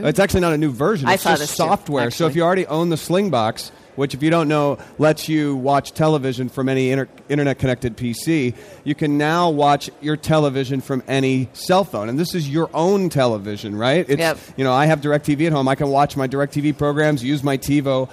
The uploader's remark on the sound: Special Saturday show from CES!